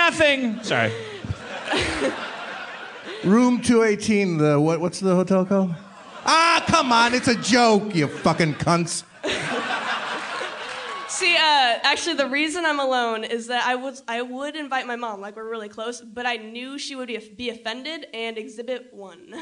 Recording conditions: live audience